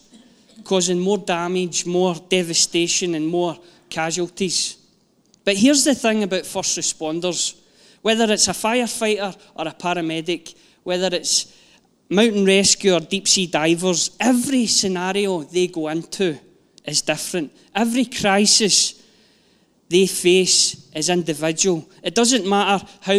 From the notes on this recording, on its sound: Live from our Sunday gathering